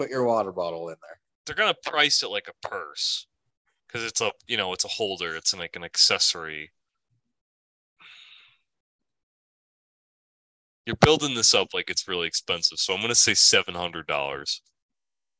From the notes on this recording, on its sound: We kinda forgot to record that part after Zoom kicked us out.